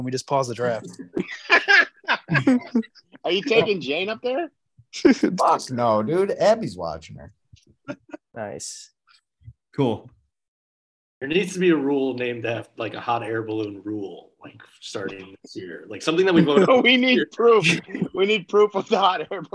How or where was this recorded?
video call